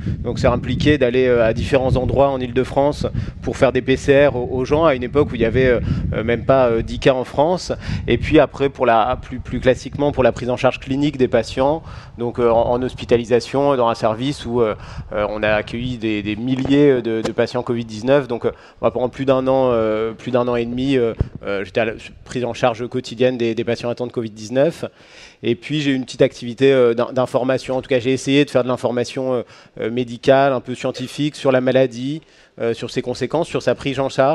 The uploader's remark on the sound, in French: Table ronde enregistrée lors de la 5e édition de la Nuit de l'ENS